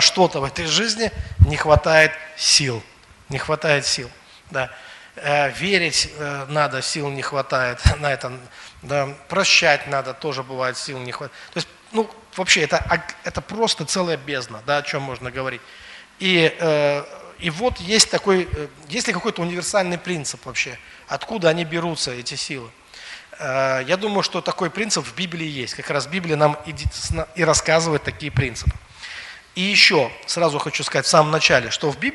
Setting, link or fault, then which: setting, large echoing room